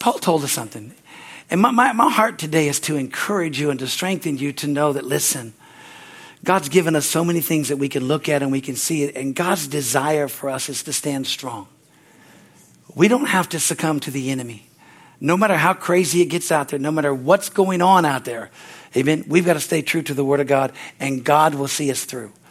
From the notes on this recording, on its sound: from the Sunday service on September 3, 2023 at Harvest Bible Church in Stocton, California